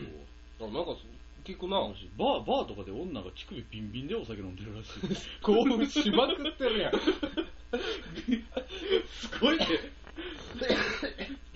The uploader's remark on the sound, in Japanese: 雑音が少しうるさいですが、すみません。。。もうマイク替えますんで。。。